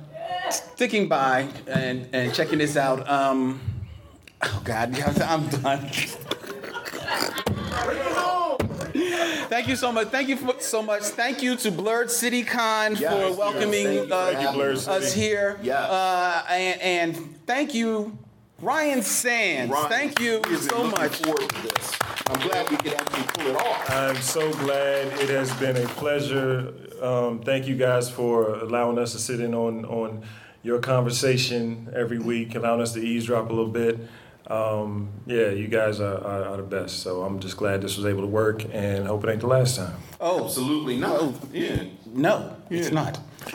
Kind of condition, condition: setting, busy venue